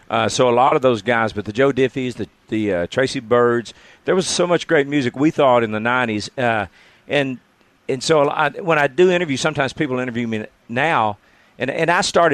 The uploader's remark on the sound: live broadcast interview at the 2017 Jackson's Country Stomp